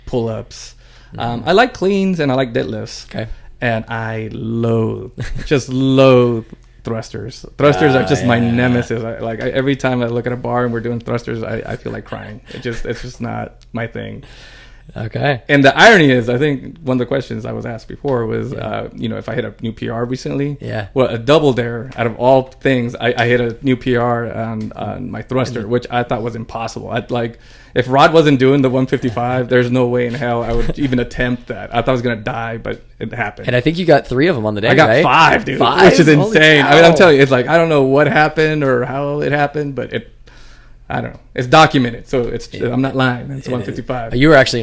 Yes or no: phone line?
no